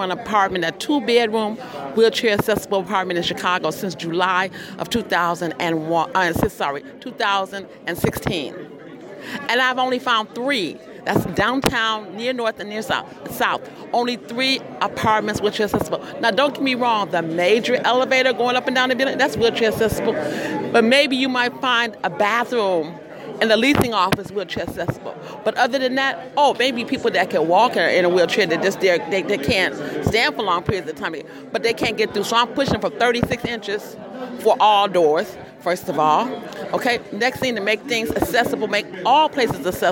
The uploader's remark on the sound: PUSH Convention. At the Construction Summit that kicked off the 47th Rainbow PUSH National Convention.